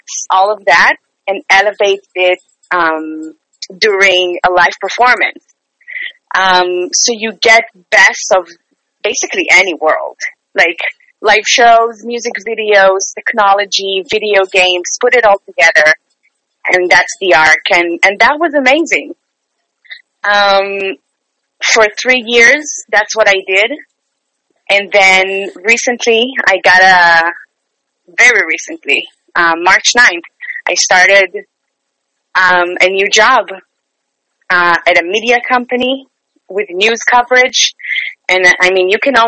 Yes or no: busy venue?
no